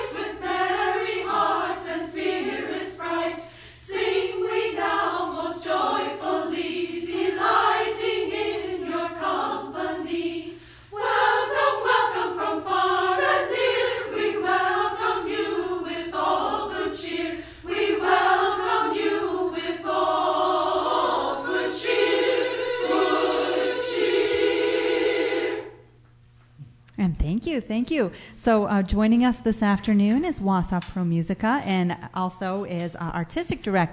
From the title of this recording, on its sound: Live From the White Pine